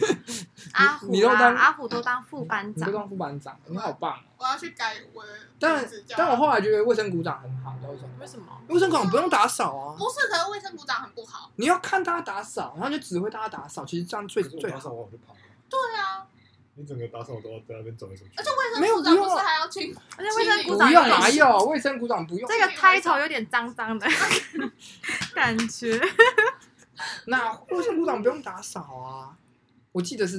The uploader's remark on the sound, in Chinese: 音質不好請見諒，下次一定改。